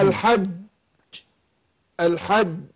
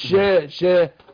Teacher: الجيم لازم يحصل النقطه بتاعتها اللي في وسط اللسان تلمس ايه الحنك تلمس الحنك الاعلى · Shown in: first take